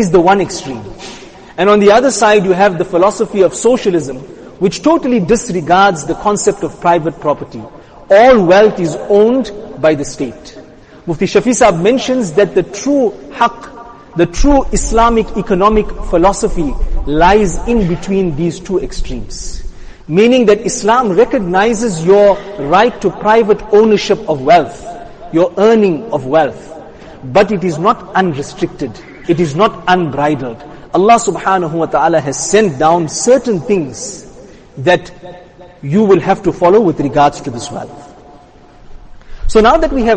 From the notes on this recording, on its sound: Jumuah lecture